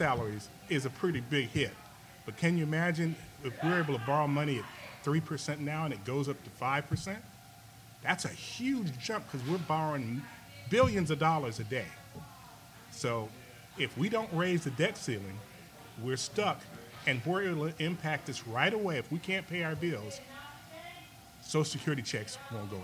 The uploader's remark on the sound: Recorded live at Mama’s Breakfast and BBQ in Macon, Georgia.